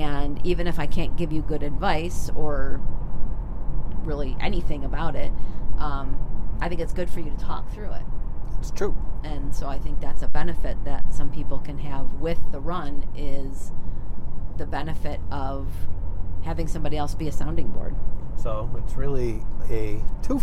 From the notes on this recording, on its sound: We are in the car, so some of the audio is not ideal.